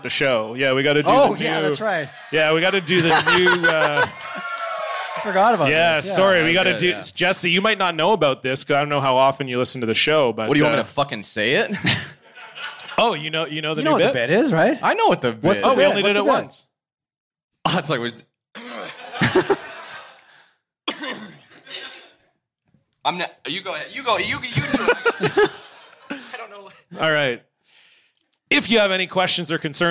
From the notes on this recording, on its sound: On the very first live edition of Blocked Party. In Vancouver for a show in front of 110 of the podcast's finest fans. Having a live audience there.